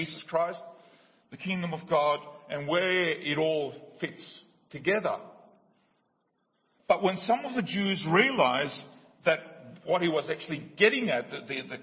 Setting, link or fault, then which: setting, large echoing room